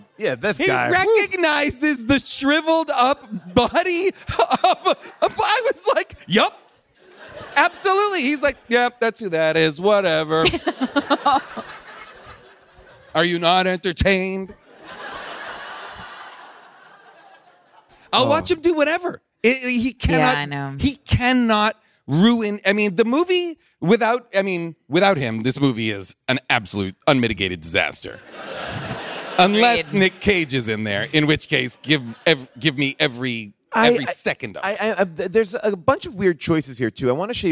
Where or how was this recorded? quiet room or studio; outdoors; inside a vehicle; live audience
live audience